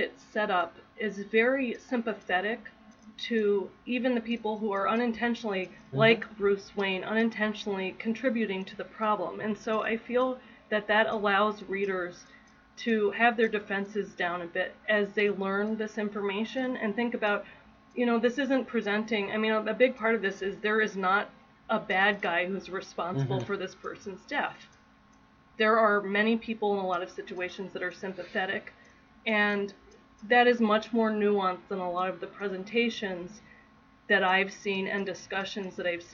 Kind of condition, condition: fault, poor sound quality